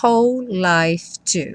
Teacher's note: whole life tem uma junção também aí dos dois L's, né? Então você não fala whole life, whole life, como um L só.